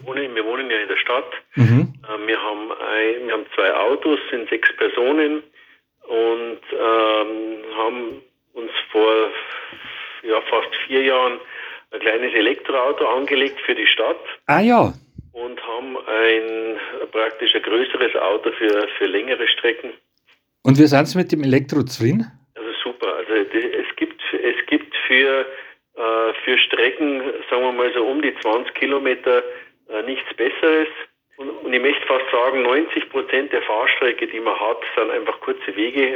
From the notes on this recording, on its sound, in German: am Telefon